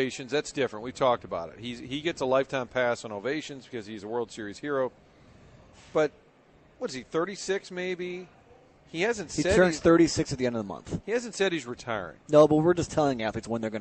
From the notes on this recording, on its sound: broadcasting live from Schnucks in O'Fallon